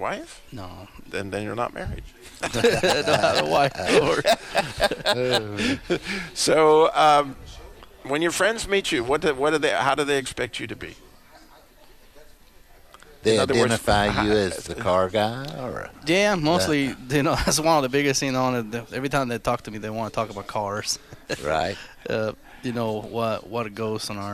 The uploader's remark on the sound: Today's episode is from the Truth Live Day at Modern Chevrolet in Winston Salem NC.